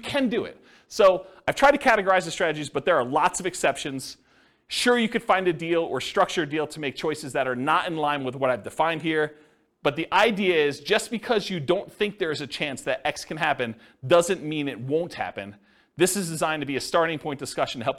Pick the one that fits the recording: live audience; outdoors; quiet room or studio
live audience